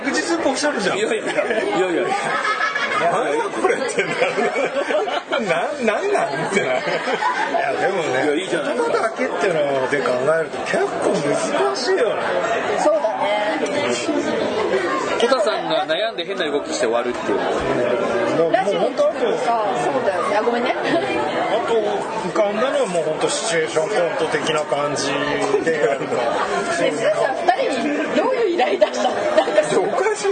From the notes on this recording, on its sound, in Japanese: 前回に引き続き居酒屋収録です。